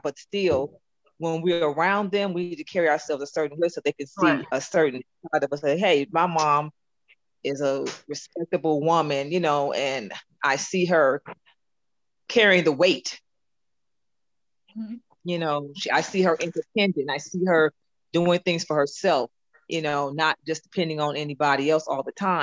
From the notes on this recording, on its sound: this podcast was done via zoo zoom